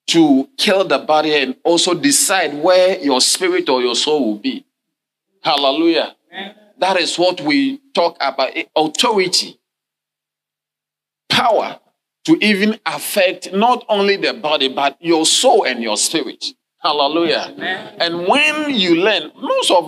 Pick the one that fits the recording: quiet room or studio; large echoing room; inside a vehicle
large echoing room